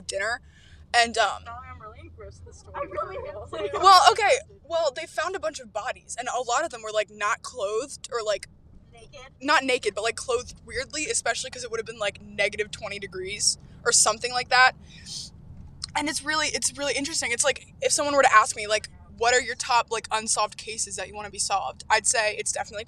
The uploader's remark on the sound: CAR CHAT (...with guests!). We take our whole a$$ mic setup into Wegmans.